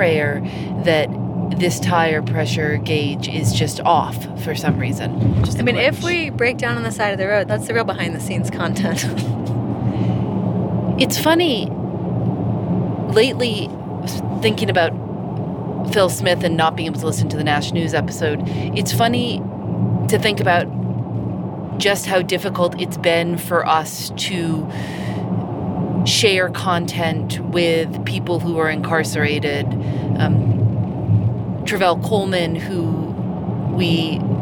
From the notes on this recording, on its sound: hit record on the drive to visit a 100-year-old Liberal Arts Club in Tarboro, North Carolina